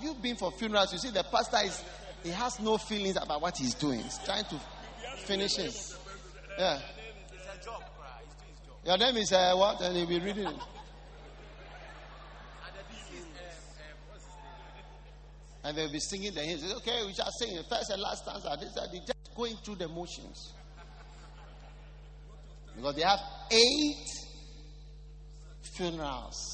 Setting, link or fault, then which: setting, live audience